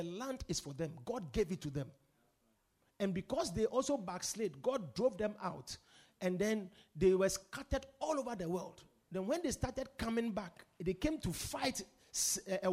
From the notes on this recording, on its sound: Preached at The Supernatural Encounter Service.